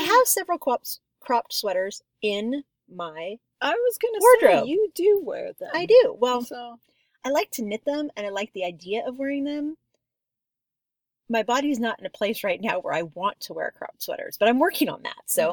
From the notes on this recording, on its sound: We are recording in the redwoods again, and we met up with some turkeys!